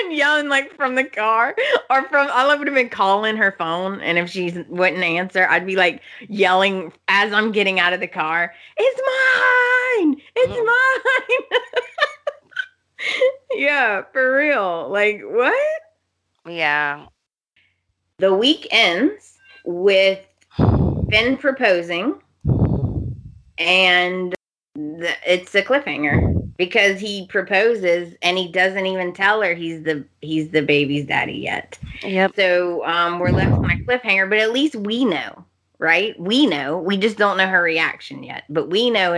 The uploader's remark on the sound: Sorry for the sound we had issues this week.